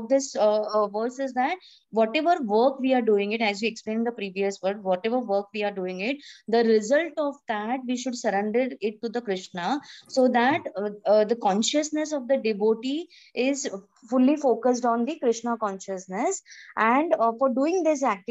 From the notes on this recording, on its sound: Zoom recorded class. HKM, Mumbai.